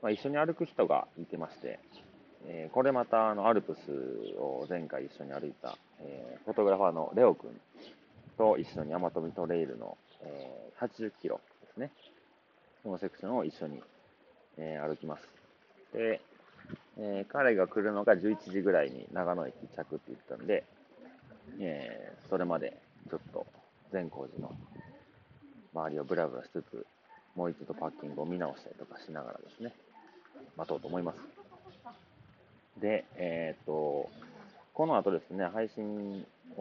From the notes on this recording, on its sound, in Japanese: あまとみトレイル vol.1。現地からの配信ということで、少しお聞き苦しい点もあるかと思いますが、トレイルの上から生の声をお届けできればと思います。